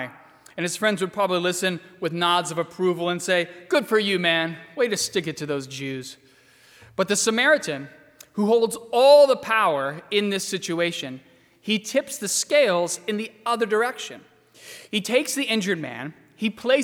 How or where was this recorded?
large echoing room